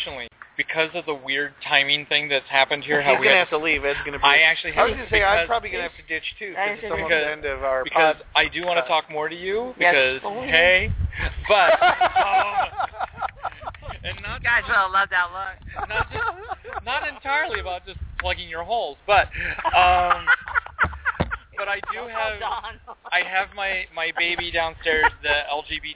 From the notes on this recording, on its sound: LIVE from LepreCon 2014 - Panel on Podcasting. You can actually listen to the show while it is being recorded at the convention. There will be two other podcasters and their shows all dueling for your listening ple-as-ure.